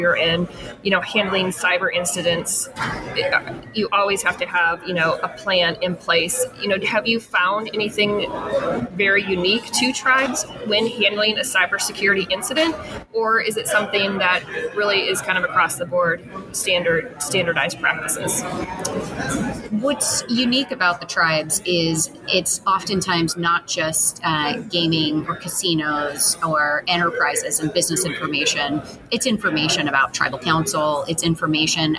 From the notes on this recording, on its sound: Recorded at TribalNet. During TribalNet 2023.